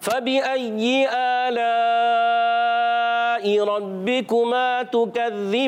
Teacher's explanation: یا مشدد کو ذرا رک کر ادا کرنا ہے